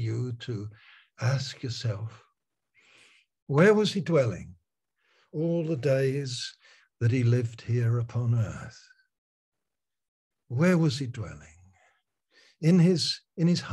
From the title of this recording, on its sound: Malaysia Meets (Zoom)